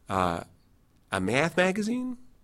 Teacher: I'm definitely raising, tightening, I'm also probably nasalizing as well as closing the oral cavity a little bit.